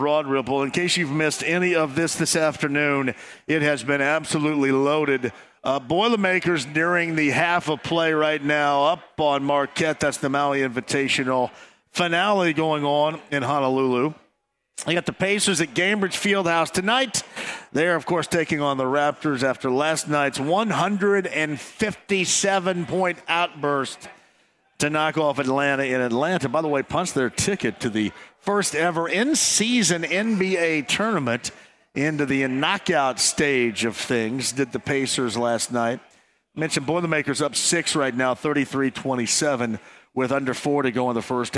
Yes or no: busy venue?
yes